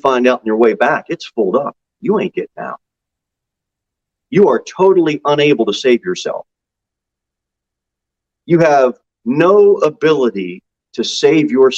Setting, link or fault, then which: setting, large echoing room